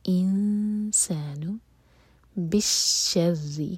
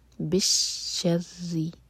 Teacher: شین پر بھی شدہ ہے اور را پر بھی، دونوں کو اسٹرانگ پڑھا جائے گا